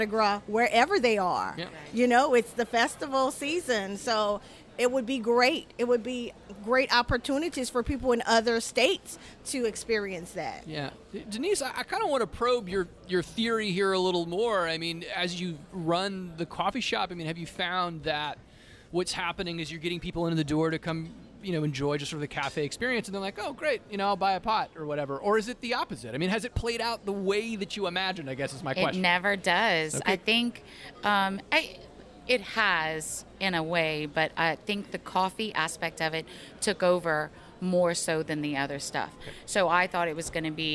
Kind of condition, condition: setting, busy venue